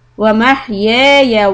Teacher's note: the first يَا is two harakat, then the second one is short, وَمَحْيَايَ وَمَمَاتِي، again تَيَا، we have to stretch, لِلَّهِ، soft lamb, رَبِّ الْعَالَمِينَ.